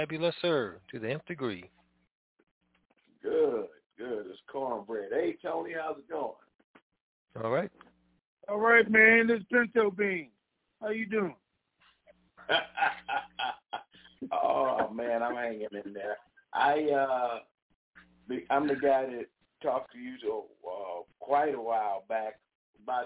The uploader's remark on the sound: Conference Call